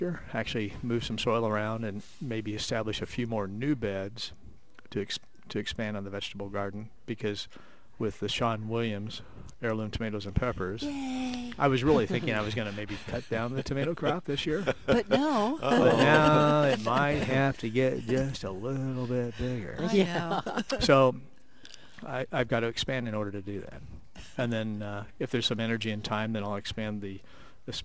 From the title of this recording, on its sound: Live at Prairie Gardens